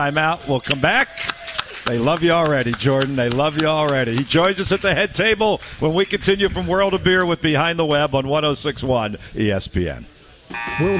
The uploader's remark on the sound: live from World of Beer